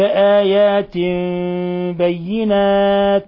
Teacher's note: أنزلنا إليك آيات بينات، آيات بينات تنوين كسر جاء بعده حرف الباء، الحكم التجويدي إقلاب، إقلاب تخفى الميم، قلبنا التنوين ميما مخفاة عند الباء